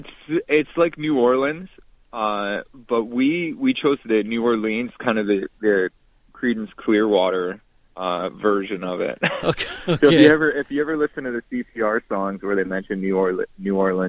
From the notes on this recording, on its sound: on the phone